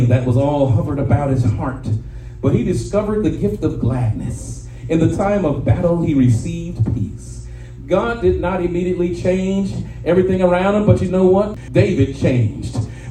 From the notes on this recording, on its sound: shared this message live at RACC on 5/7/23